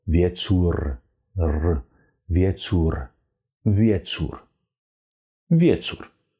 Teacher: Wieczu, wieczu. And then we have a R, which we roll